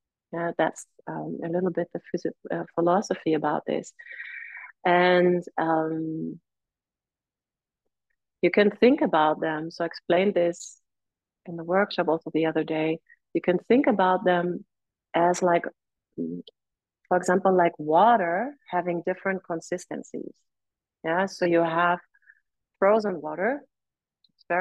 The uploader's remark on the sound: This talk was recorded right after a Led Full Primary Class, and recorded over zoom.